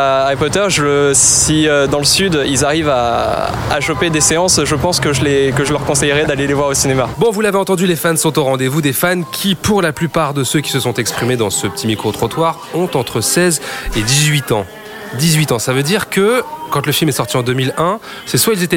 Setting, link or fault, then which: setting, busy venue